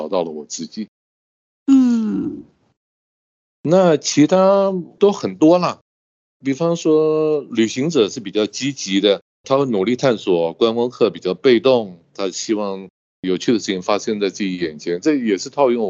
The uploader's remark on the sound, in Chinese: 本集節目透過Microsoft Teams通訊錄製。